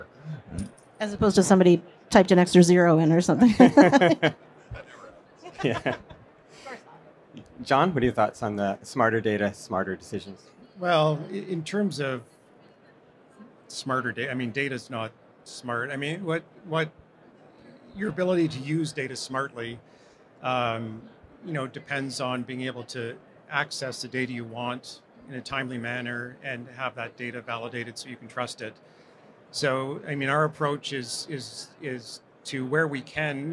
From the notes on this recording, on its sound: Recorded live from the trade show floor at PDAC 2023.